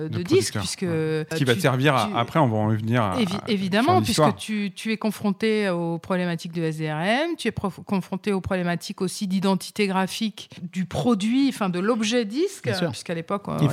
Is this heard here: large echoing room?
no